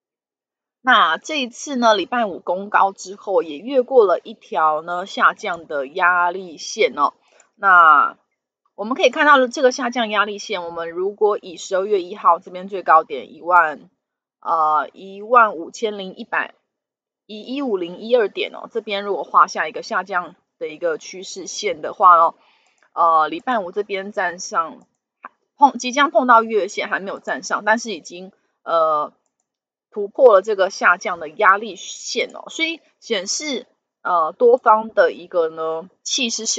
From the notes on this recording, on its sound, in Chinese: 本集有些許雜音，已亟力避免，如有察覺請多多包涵